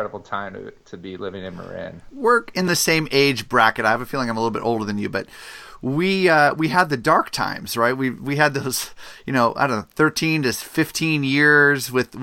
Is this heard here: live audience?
no